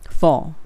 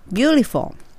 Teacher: for の時は下の唇に歯をちょっと当てて